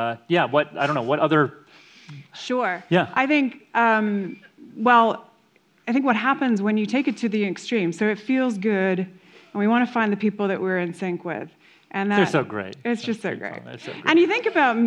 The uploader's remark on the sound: A live conversation. At the Denver Center for the Performing Arts.